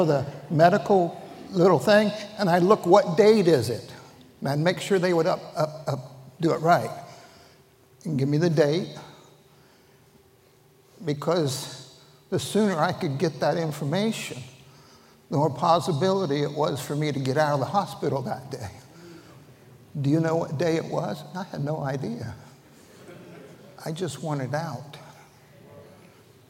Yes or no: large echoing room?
yes